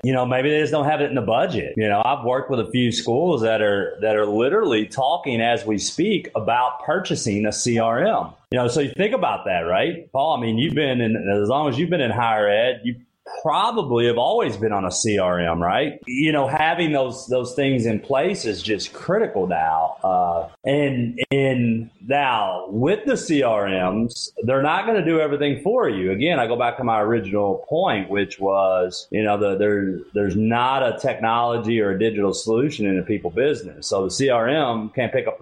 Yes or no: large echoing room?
no